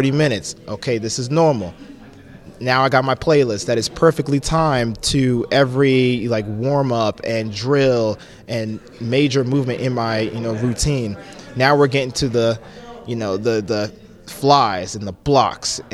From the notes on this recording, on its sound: live from Caesars Palace in Las Vegas